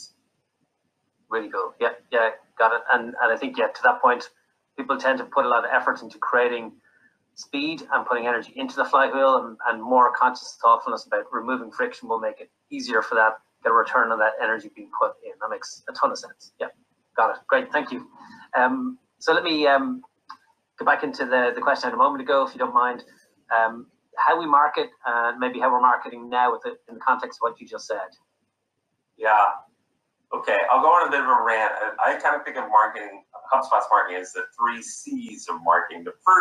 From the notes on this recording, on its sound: a virtual fireside chat